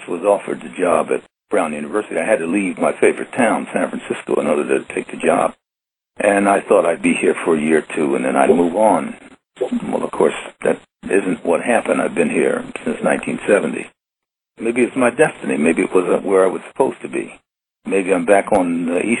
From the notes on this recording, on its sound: Agreed to be interviewed by telephone. Is being presented as a historical recording.